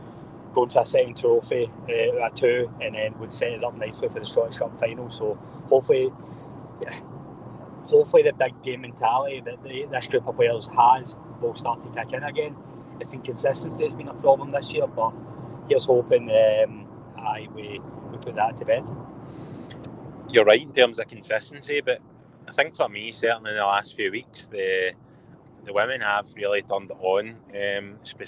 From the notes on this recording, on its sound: Give their post match thoughts on a comfortable Rangers win at Easter Road, live from the M8 as they cover two games in one day!